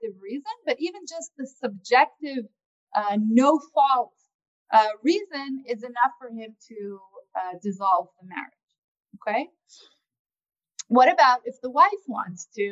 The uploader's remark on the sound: This audio was originally captured from Zoom on 02/18/2021 from Drisha's Spring Zman.